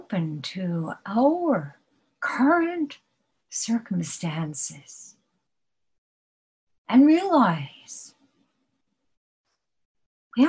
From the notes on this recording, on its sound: At Zen Center of Syracuse Hoen-ji via Zoom.